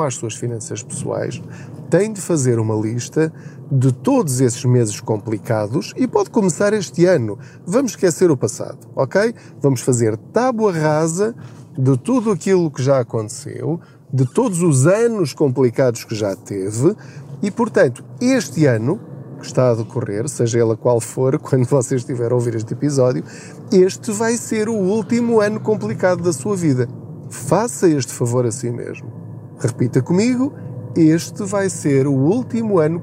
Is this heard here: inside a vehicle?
yes